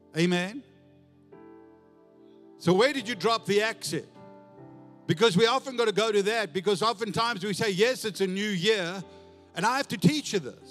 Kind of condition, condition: setting, large echoing room